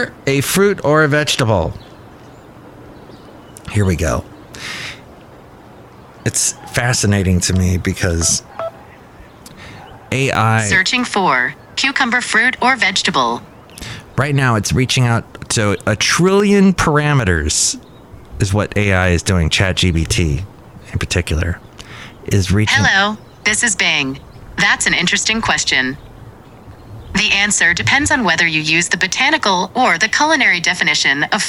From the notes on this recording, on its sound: podcasts live from Café Anyway